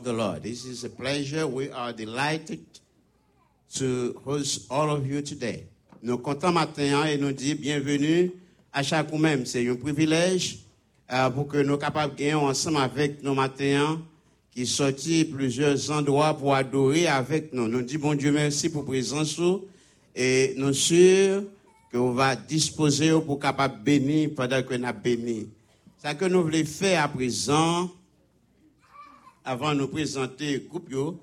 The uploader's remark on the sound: Sunday Service Live